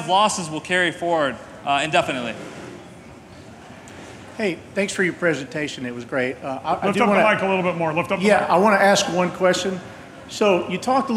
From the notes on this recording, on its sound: this is the full presentation I gave at the STR Wealth Conference in Nashville